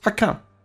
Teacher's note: how 说成一个单元音直接是说成 ha